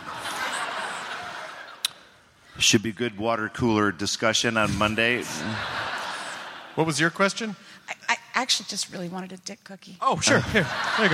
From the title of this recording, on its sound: Live at SDCC